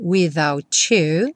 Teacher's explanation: Without you, aí é aquele evento comum que acontece quando a gente junta uma palavra que termina com T com a palavra you, o T pode ganhar esse som ch